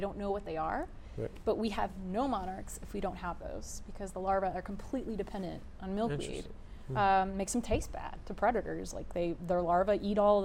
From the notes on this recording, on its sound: This interview was done at The Grove in Dallas, TX during Startup Week in Dallas this year. In front of a live audience at that beautiful co-working space.